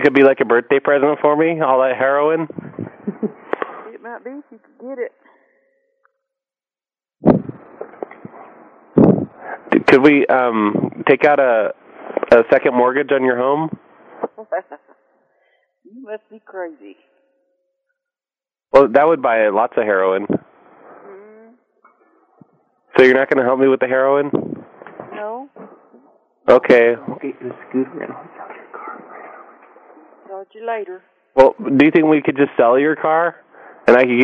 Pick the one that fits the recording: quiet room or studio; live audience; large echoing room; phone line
phone line